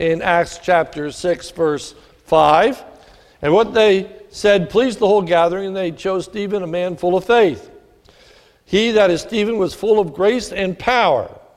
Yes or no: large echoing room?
yes